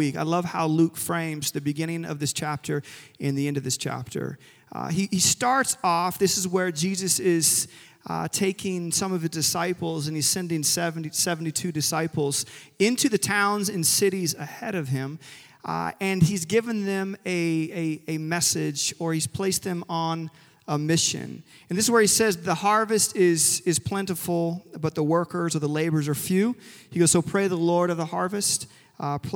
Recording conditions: large echoing room